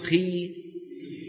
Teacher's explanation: تجد بأن وسط اللسان ارتفع لأن الكسرة بنت الياء والياء من وسط اللسان.